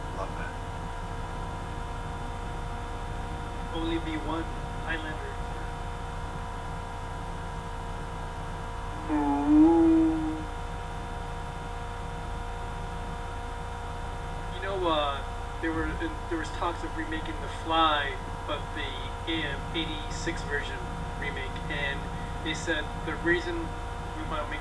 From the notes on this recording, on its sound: Apologies for the bad audio quality. This is our first time doing a trial run.